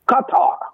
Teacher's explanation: I find the glottal ka and ta together a little difficult